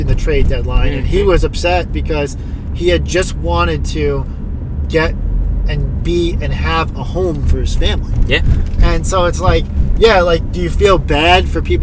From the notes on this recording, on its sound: Live from the L.I.E. and B.Q.E. Brooklyn apartment.